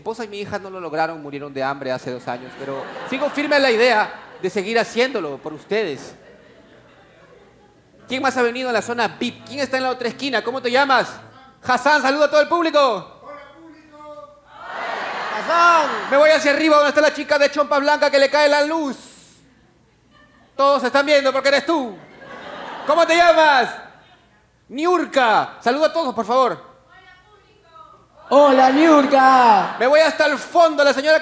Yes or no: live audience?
yes